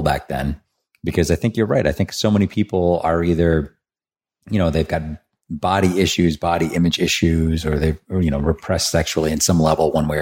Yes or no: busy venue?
no